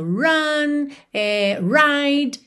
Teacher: Mas lembrando, run, ride, vai ter o R enrolado normalmente, porque é um R de começo de palavra